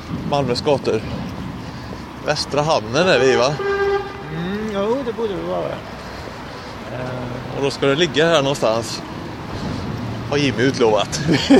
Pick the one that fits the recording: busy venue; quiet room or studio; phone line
busy venue